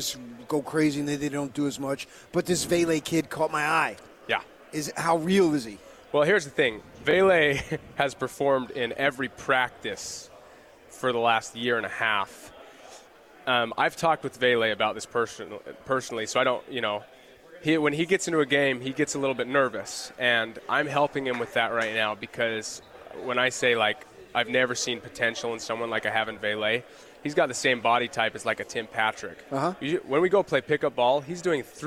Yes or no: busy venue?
yes